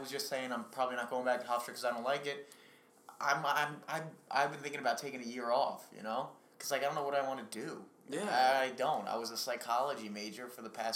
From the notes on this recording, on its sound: Please bare with us until we get more funding to afford more mic's and have an actual studio to record in.